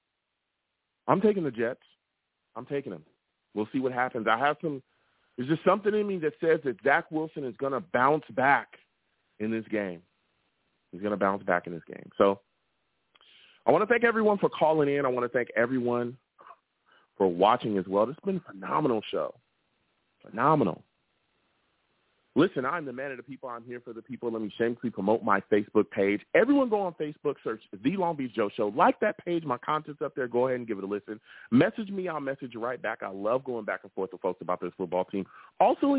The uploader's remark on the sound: I also take live callers!